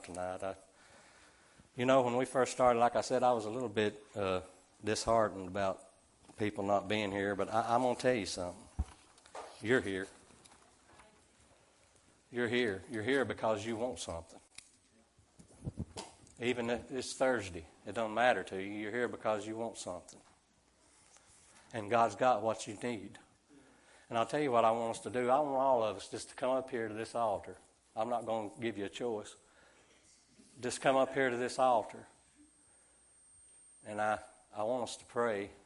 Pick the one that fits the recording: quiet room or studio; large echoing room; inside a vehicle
large echoing room